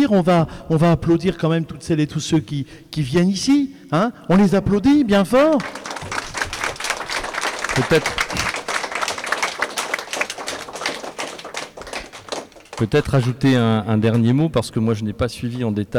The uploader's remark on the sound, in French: Une émission de web radio a été enregistrée et diffusée en direct de Canopé Saint-Dizier.